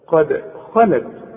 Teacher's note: قد الدال لازم هنقلقلها لأنها عليها الإيه؟ السكون. عند الوصل وعند الوقف قد خلت.